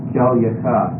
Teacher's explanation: With the suffix, it becomes kel yaka. And notice you get a yod there, and it's got consonantal value because there's a shawa under it. And it's got to be a vocal shawa here because the previous syllable was closed.